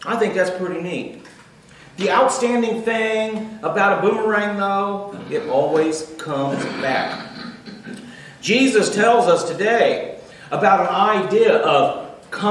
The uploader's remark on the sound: Recorded Live June 17th, 2018.